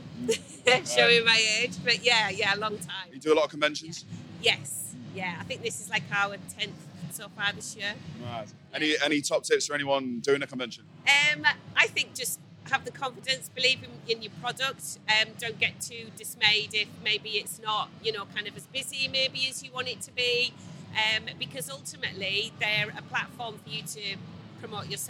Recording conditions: busy venue